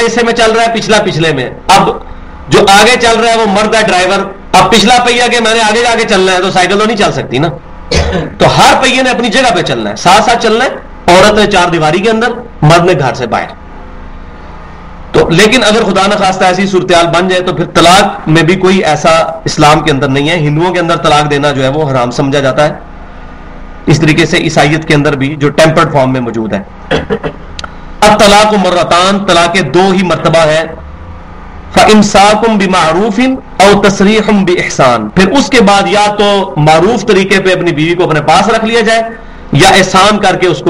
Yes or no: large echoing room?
yes